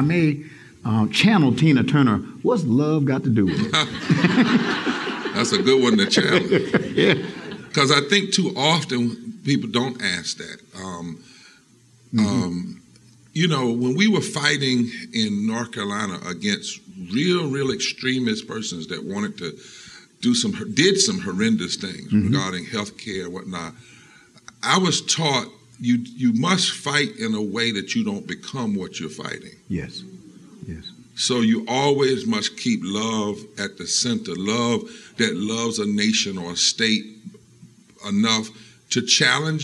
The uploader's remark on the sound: From our live show at Rooted in Jesus in Atlanta.